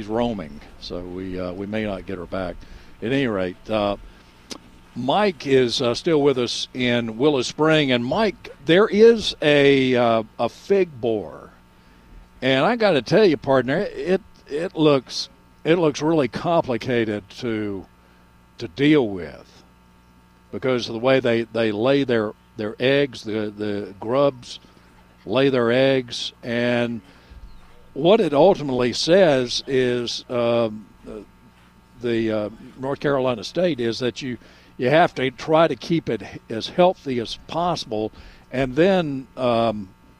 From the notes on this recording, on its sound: broadcasting live from Campbell Road Nursery